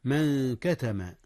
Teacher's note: أخفي النون قبل الكاف، نون من، والكاف من حروف الإخفاء